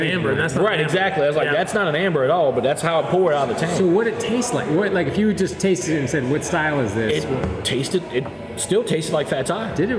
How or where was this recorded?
busy venue